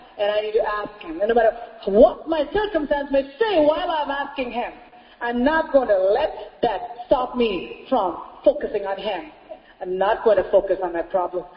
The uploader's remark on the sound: Sunday Service Message.